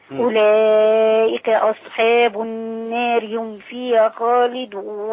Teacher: ناخد بالنا من أولئك عشان ما تبقاش الكاف فيها شبه القاف